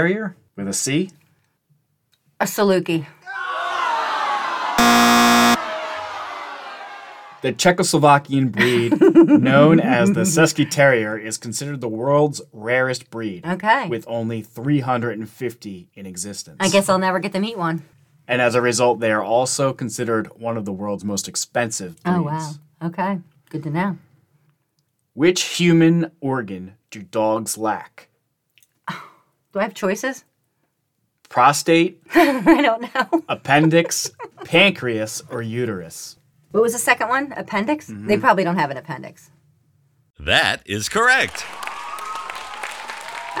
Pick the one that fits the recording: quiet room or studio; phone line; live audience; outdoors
live audience